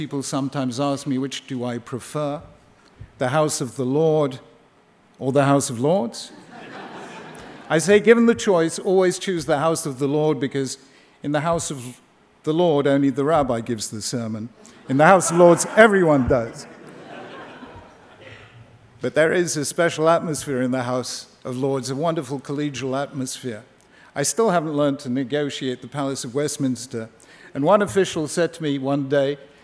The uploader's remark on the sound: at a ceremony in Washington DC